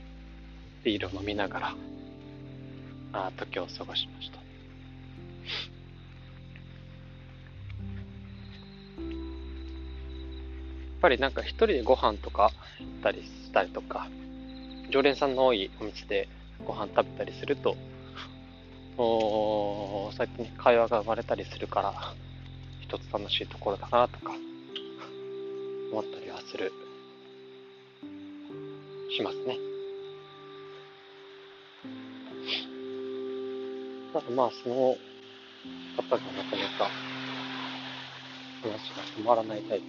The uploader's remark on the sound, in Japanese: はじめて散歩しながらの録音なので少し聞き取りづらいですね… 秋の音がします。